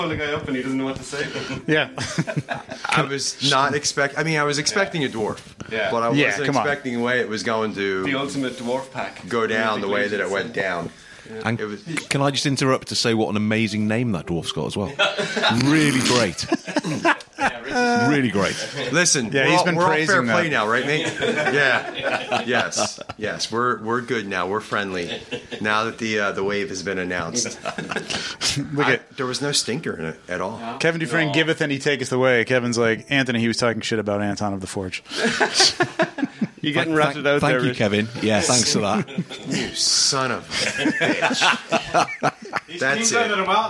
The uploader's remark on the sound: This one was recorded in New Jersey at Legions Con 2023.